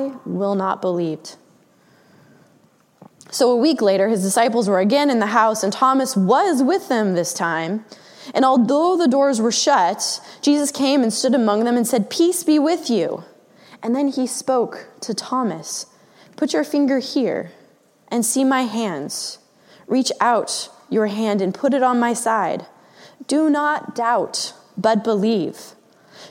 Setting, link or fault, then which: setting, large echoing room